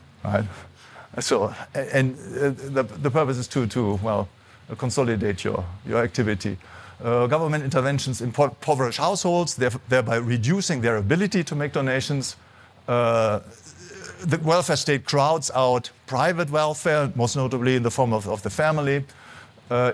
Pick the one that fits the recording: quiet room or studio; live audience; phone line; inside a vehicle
live audience